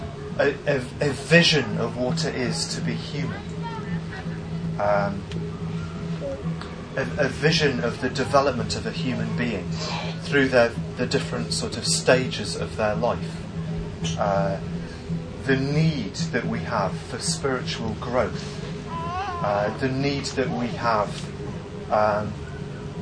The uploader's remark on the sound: Please note: there are a few minutes missing at the start, and the original recording was very poor. Talk given at Buddhafield Festival, 2006.